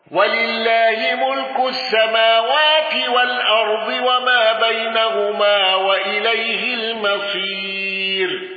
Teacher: الأزرق بالإشباع وتفخيم الراء